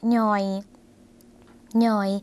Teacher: หน่อยเสียงสั้นนะคะพอเสียงสั้นคุณผู้ชมคะเป็นเสียงขึ้นจมูกค่ะ